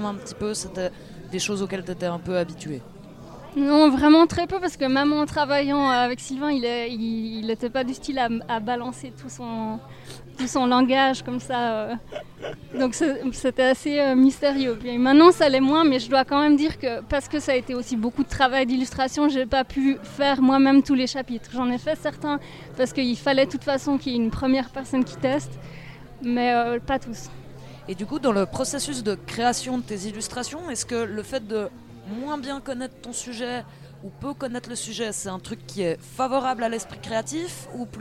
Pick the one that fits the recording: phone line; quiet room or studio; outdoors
outdoors